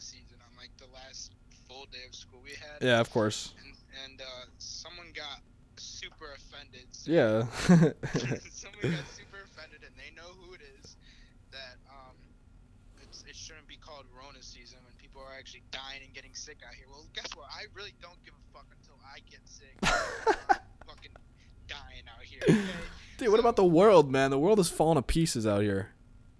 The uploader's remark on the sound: Over the phone. While stuck in quarantine.